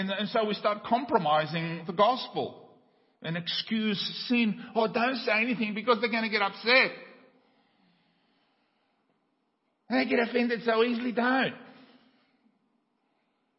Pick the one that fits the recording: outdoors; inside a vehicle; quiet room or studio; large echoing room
large echoing room